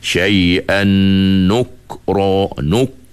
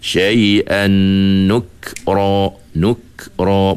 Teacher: Biasanya orang akan tersasul huruf kaf jadi tebal. Sebab apa? Sebab huruf ra tu tebal. · Shown in: first take · Jadi terbaca gini, syai'an nukro nuk.